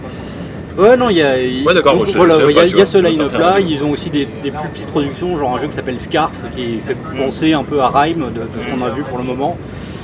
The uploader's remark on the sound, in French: Pré-Gamescom 2018 (enregistré dans le train).